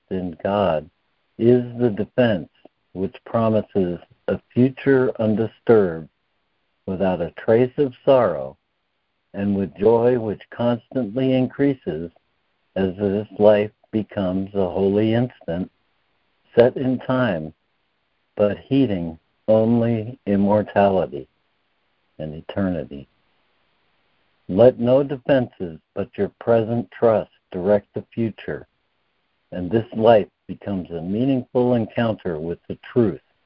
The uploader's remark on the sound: ACIM Daily Conference Call.